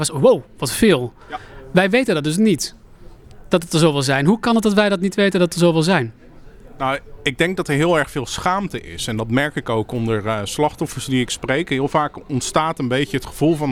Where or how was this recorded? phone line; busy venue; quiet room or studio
busy venue